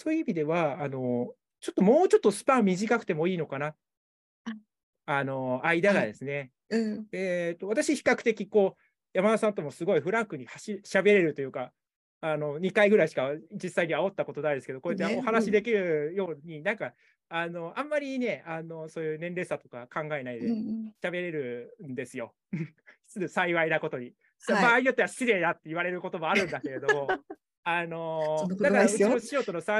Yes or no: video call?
yes